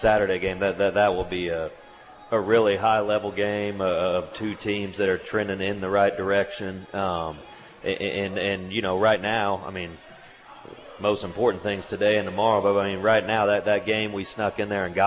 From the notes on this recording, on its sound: live from AJ's at The Alley in Hutchinson